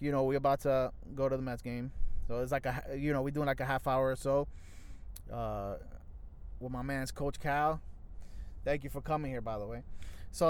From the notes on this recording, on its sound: Live from citi field parking lot.